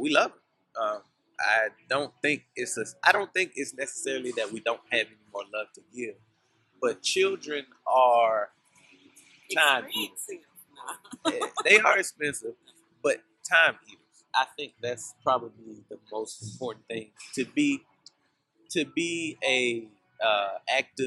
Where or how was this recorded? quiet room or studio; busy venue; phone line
busy venue